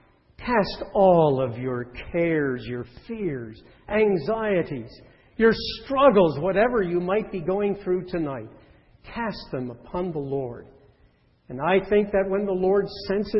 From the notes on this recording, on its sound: This sermon was recorded on 5/16/10 in the evening service.